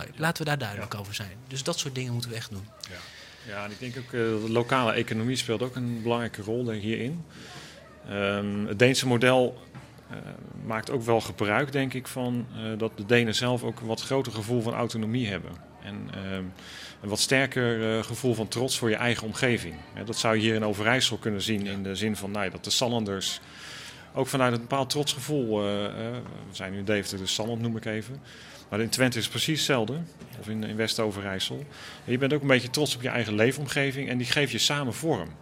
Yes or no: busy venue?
yes